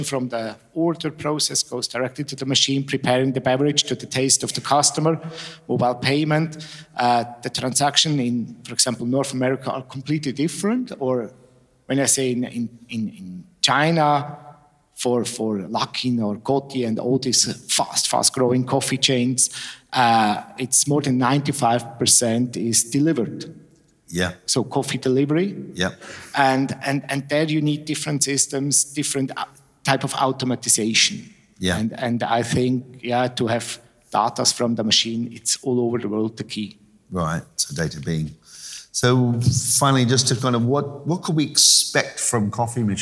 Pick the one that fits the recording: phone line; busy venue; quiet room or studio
busy venue